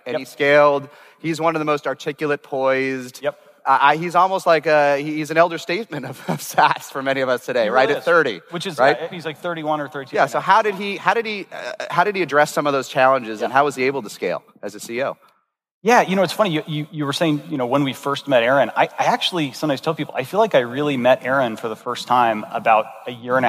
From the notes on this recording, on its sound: This episode was recorded at Saastr Annual 2016